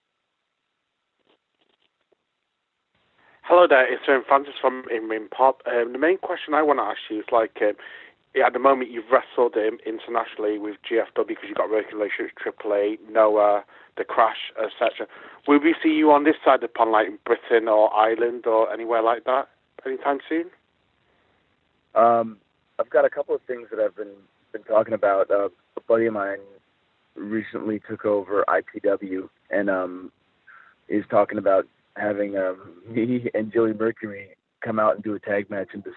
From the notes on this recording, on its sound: This is the full audio from the September 6, 2017 GFW Media Call